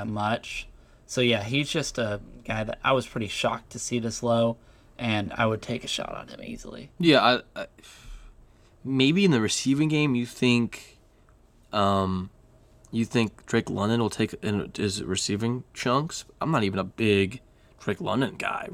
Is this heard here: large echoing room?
no